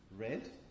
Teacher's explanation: the R in red, which is an alveolar approximant